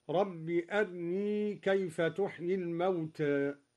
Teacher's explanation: قرأ الدوري باختلاس الراء مرققة هكذا